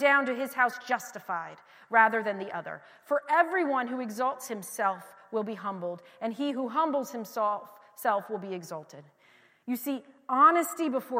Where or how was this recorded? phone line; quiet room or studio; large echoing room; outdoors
large echoing room